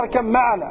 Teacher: الإدغام الكامل للباء في الميم